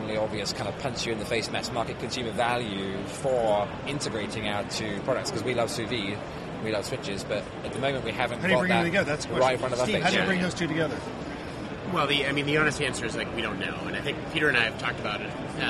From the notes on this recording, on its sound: Live on Thursday from show floor of CES 2016. Thanks to Anova for letting us sit and take over the booth for an hour!